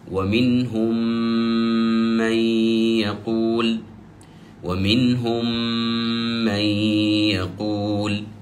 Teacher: أدغمت الميمين فأصبحت كأنها هناك ميم واحدة ولها غنة · Term: الإدغام